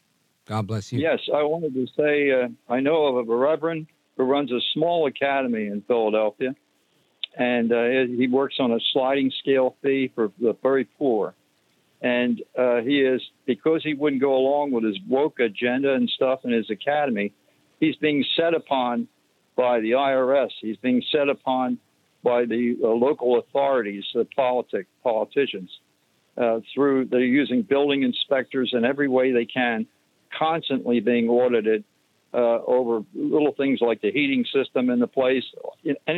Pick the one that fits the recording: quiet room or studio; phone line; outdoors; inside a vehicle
phone line